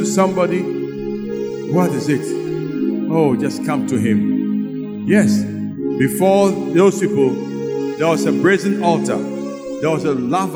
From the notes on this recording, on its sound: Sermon preached at CBC Shiashie Campus.